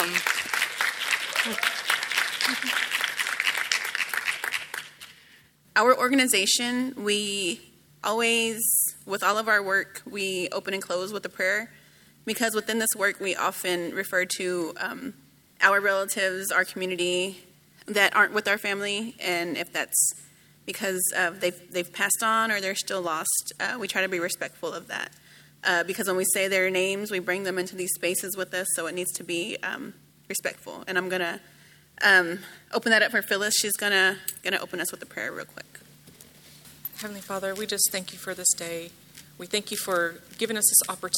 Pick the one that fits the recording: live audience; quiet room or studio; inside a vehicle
live audience